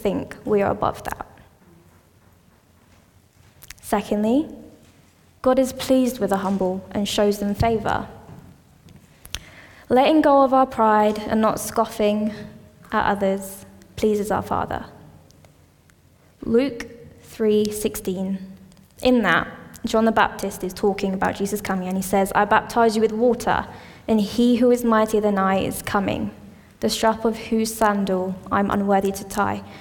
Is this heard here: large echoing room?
yes